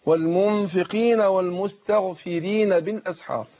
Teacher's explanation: القاف برضه مكسوره هتاخد ادنى درجات تفخيم، ما قولش والمنفقين قينا لا قينا مش قينا، والمنفقين والمستغفرين بالاسحار.